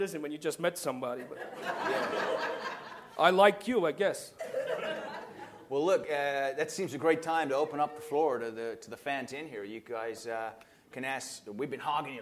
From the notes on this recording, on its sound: The guy whose basement where the Pod is recorded. Members of the wonderful audience too!